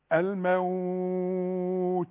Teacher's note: عند الوقف، لك انك انت تقول واو او اتنين واو او تلاتة واو اللي هي الموت، لكن عند الوصل مفيش ابدا مد · Term: حروف لين